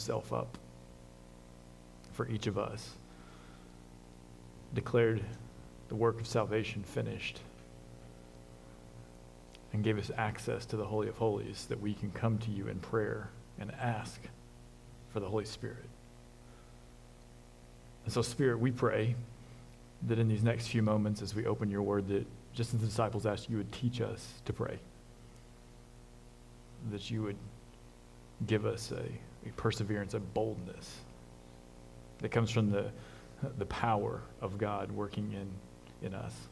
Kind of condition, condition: setting, large echoing room